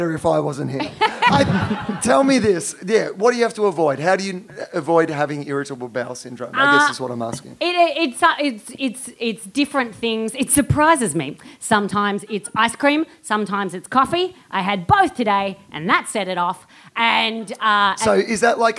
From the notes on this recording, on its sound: Recorded live at the Soho Theatre in London.